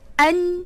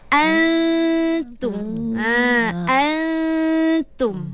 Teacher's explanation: Sebab tu saya katakan tadi kekalkan dengung tu. Cuma kita buangkan nun tu. Kita tak nak ada sebutan jelas pada nun. · Shown in: second take · Term: ikhfa